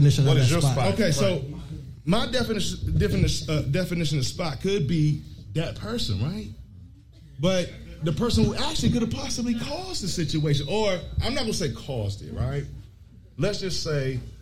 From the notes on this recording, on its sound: We took the first show live in front of an audience of friends and random folks at Patuxent Brewing Company!! Side note this was a live show so you will hear everything!!!